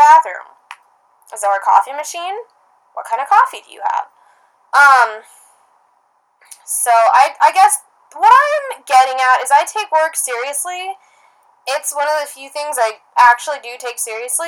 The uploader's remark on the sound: Apologies for the low quality sound, this one was a PAIN to save and get up. From corrupted SD cards to sketchy transferring methods.